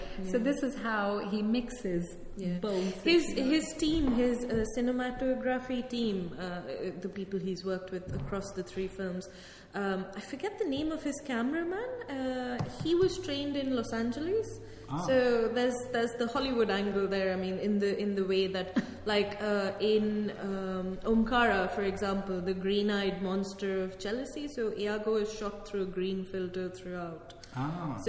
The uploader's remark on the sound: KiSSiT (Kingston Shakespeare Seminar in Theory) Work-in-Progress session. Held on the 14th of April at the Rose Theatre Kingston.